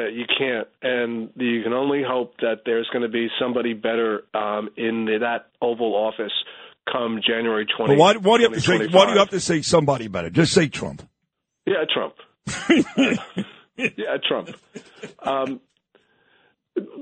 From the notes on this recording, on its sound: Calls.